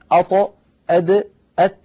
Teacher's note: نجد بأن اللسان يقرع نفس المكان عند النطق بهذه الأحرف الثلاثة